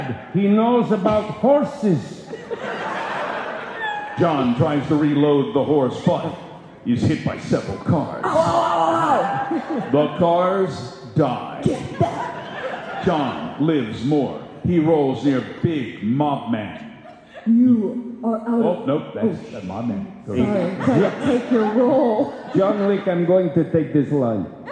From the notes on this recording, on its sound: panels at Twin Cities Con in Minneapolis from November 3-5, 2024